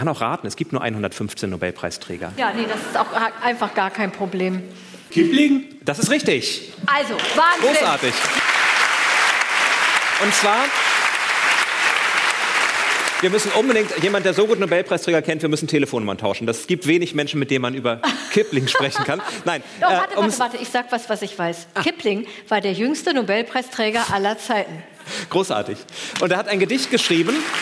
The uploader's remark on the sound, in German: Magische Stimmung im Deutschen Theater Göttingen. Ein Mitschnitt aus dem Deutschen Theater Göttingen. 500 Gäste waren bei der Podcast-Show dabei.